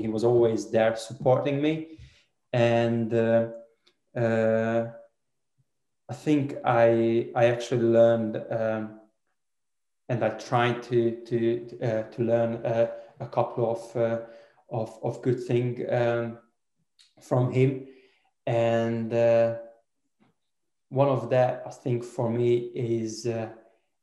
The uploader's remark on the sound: Virtually faces the media ahead of QPR's trip to Ashton Gate.